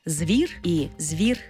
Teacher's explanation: Звук «і» пом'якшує попередній приголосний «в». В такому разі у нас може бути варіантна вимова слова «звір», де «з» твердий, звір.